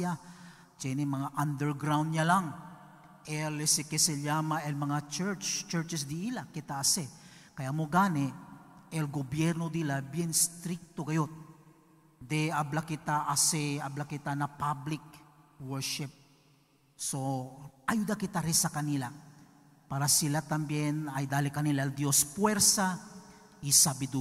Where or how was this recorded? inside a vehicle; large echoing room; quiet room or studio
large echoing room